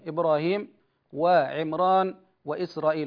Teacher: عندنا ثلاثة أسماء أعجمية الراء مستحقة للترقيق فيها، وهي عمران وإسرائيل وإبراهيم، نجد هنا الراء مستحقة للترقيق، لأن الفاصل بين الكسر والراء ليس أحد الحروف الثلاثة المذكورة. نقول هنا تفخم الراء في هذه الأسماء الأعجمية